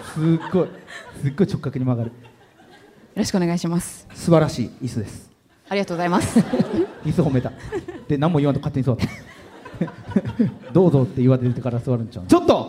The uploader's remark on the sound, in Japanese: 京セラ本社に来ちゃいましたスペシャル』京セラで出張公開収録やりました！